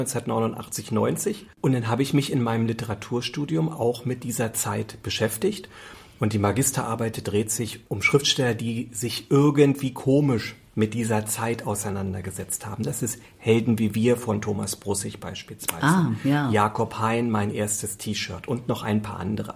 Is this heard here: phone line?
no